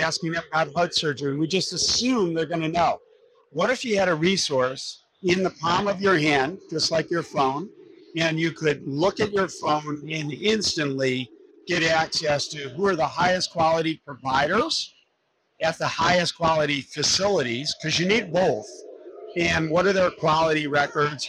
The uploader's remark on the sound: Interview in Action live from HLTH